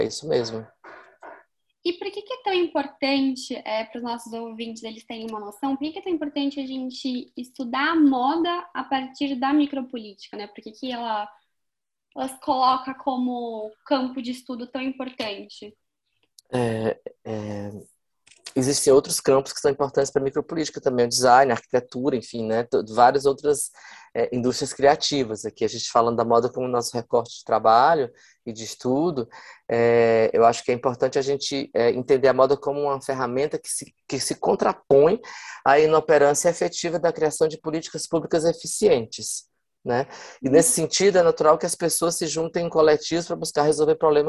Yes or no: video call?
yes